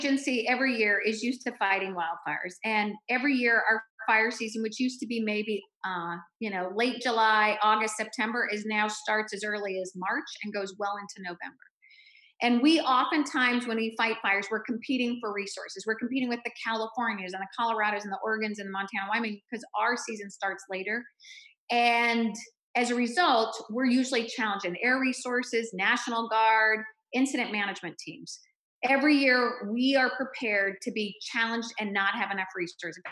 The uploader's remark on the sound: As part of our town hall series in partnership with the Washington Indivisible Network and Indivisible Tacoma, we present our virtual town hall. Our live conversation was recorded on the evening.